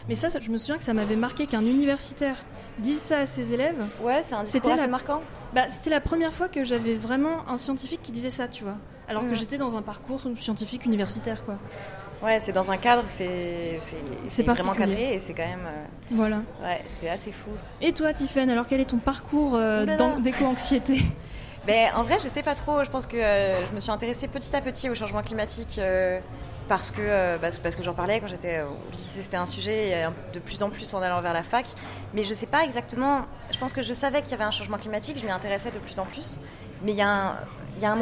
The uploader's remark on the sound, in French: Parce que le 12 juin nous n'étions pas en studio, mais au Festival Avance Rapide à Dock B à Pantin, et c'était le feu !